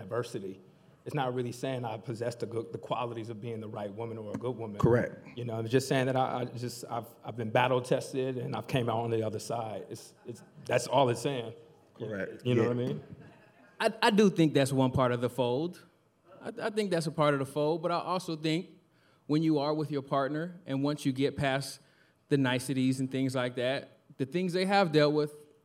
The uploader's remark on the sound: Welcome to the first ever live show of Nice & Neat the Podcast! We sold out and it was amazing! We wanted to make sure the crowd felt included in this magical experience, so we asked some of the audience members for questions. Make sure to check out this entire recording of our first live podcast!